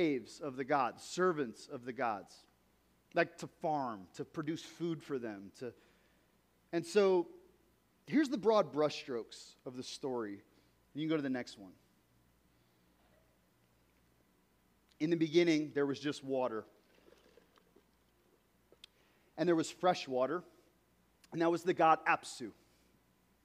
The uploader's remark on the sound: This week's episode is a recording of a talk that I gave at the Underground Network's Catalyst gathering last weekend.